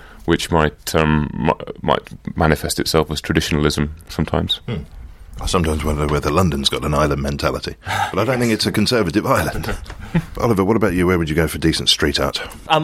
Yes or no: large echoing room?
no